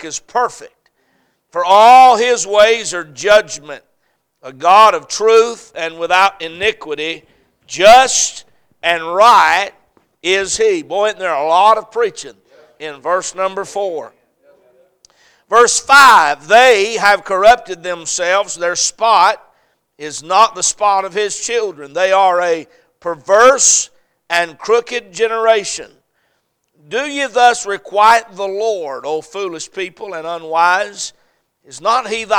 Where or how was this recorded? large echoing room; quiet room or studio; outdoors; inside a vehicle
large echoing room